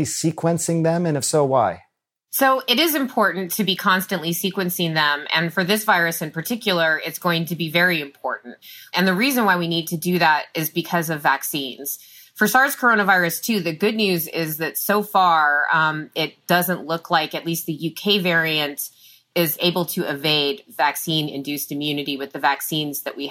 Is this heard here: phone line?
no